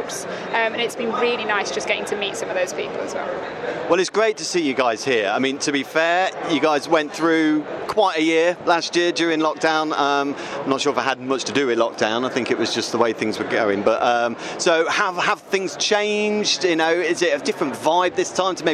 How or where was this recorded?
busy venue